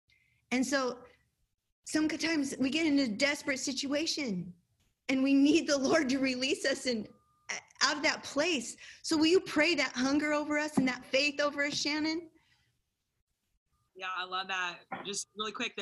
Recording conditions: video call